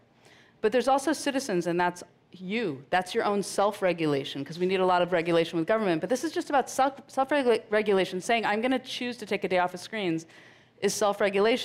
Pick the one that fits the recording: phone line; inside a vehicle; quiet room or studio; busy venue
busy venue